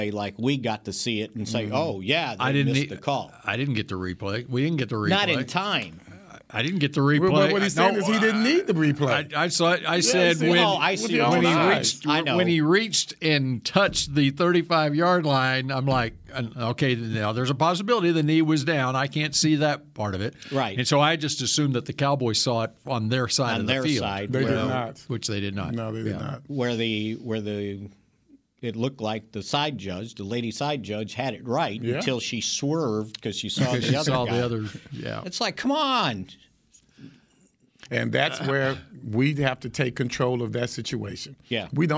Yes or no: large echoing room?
no